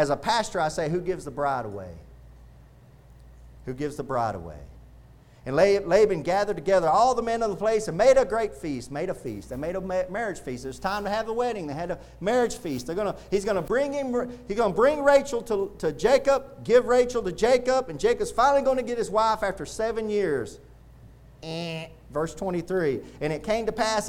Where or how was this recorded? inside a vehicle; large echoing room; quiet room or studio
large echoing room